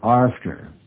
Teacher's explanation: a true Nova Scotian, in saying the word A-F-T-E-R, will always insert an R. It will always come out after.